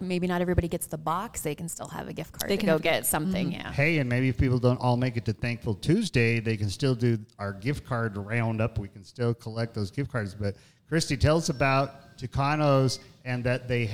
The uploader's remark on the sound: we are back at Tucanos Station Park in Farmington for a podcast and soda social